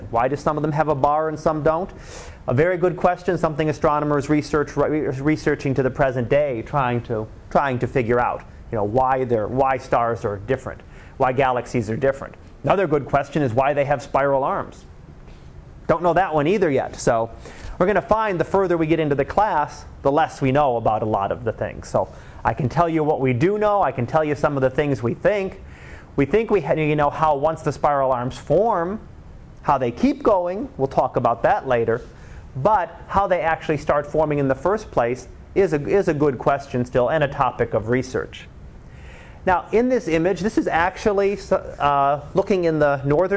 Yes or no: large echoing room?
yes